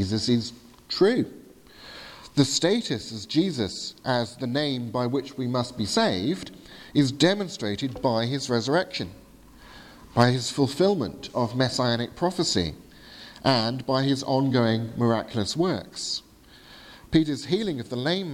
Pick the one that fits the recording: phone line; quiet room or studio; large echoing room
large echoing room